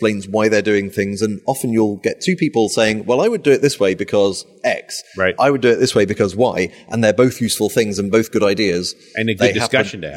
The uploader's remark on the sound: While at the Norwegian Developers Conference.